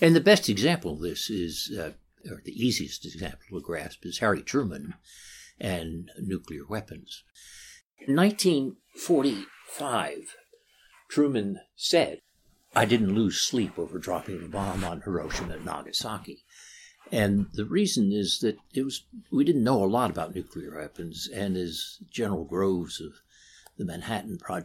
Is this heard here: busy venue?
no